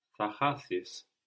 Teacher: We have our accent on the ending, no? Even if we don't in chanome, when we go into the closed form, chatho, no, we accent that ending.